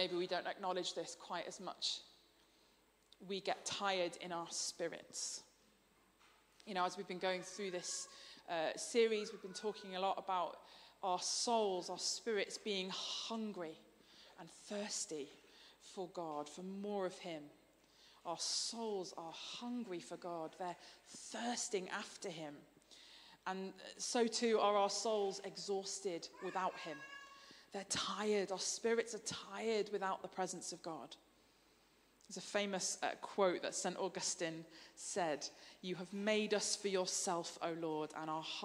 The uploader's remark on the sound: Streamed live at St Paul's Shadwell